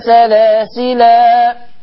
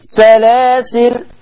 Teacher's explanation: يثبت الألف يحذف الألف، سلاسل سلاسلا هكذا.